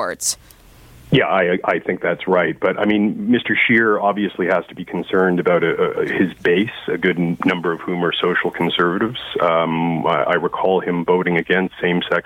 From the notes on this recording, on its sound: the best calls of the week!